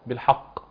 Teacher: فنراعي هنا تخليص ترقيق الحاء من تفخيم القاف، وإن كان تفخيما نسبيا